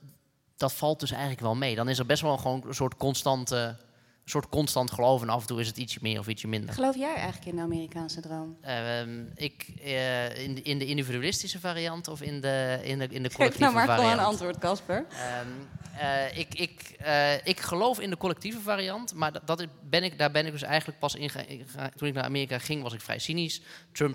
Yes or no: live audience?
yes